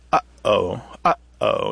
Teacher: And we do this glottal stop. We kind of restrict the airflow in the back of our throat. Uh-oh. You can kind of hear that there's something unusual happening there with that first sound.